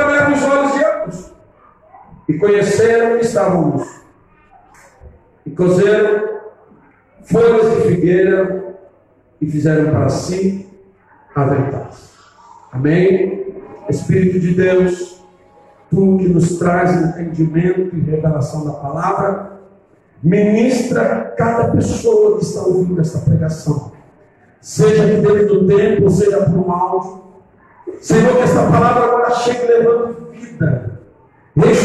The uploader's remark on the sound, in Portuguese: Ao Vivo na Casa de Louvor